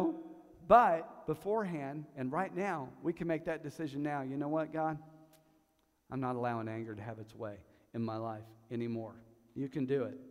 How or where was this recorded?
large echoing room